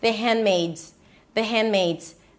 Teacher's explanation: So the D is swallowed. You don't say the handmaid.